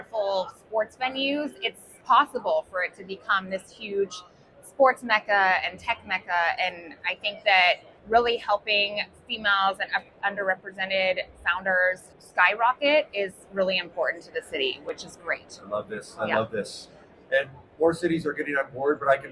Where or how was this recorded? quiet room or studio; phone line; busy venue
busy venue